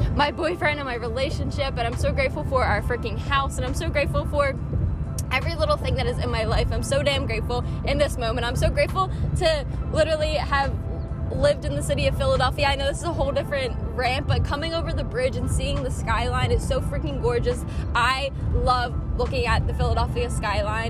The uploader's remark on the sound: I wanted to record myself while I was driving. I’m still playing around w the audio on this so sorry lmao.